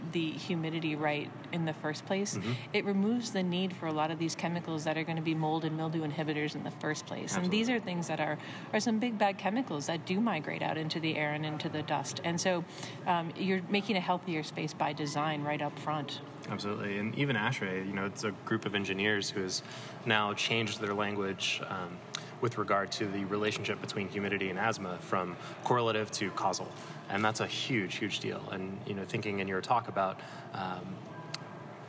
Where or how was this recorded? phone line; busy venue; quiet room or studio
busy venue